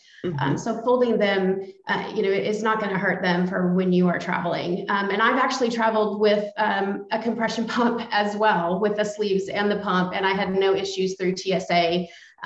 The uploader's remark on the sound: We pulled up some extra chairs to the virtual table as our panelists each brought a special friend along.